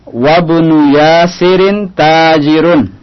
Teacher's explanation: alifnya tidak dibaca, langsung dimasukkan ke ba